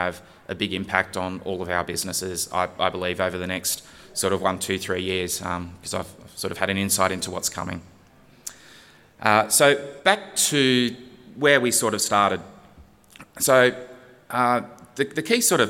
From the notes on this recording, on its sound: This keynote was recorded at the recent Western Australian Brewing Conference in Perth.